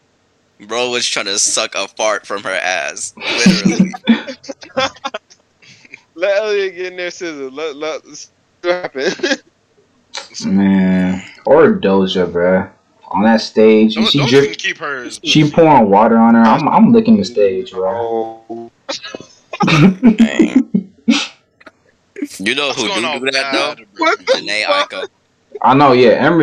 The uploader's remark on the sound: Slight Audio issues. Audio messed up half way on my mic.